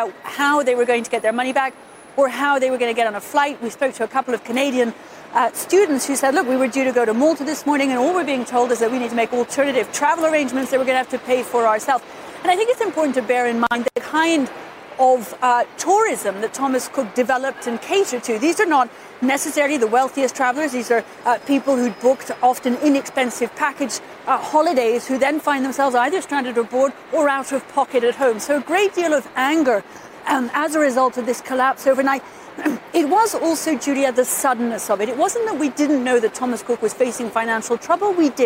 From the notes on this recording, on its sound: live from the New York Stock Exchange